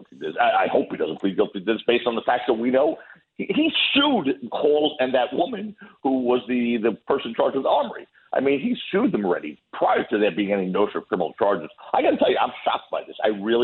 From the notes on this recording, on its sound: calls in from Italy